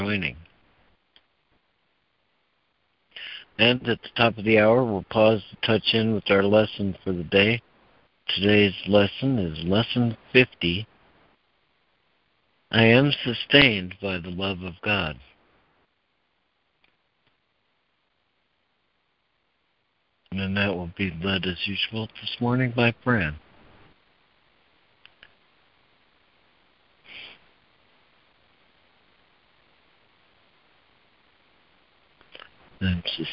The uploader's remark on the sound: ACIM Daily Conference Call